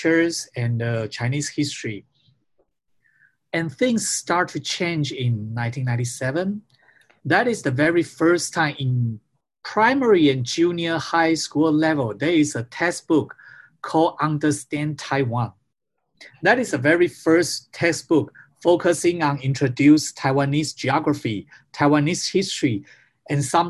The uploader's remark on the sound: Recorded live via zoom